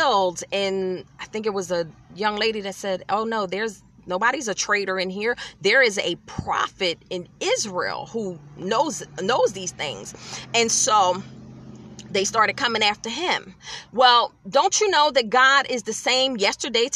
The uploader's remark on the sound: In my car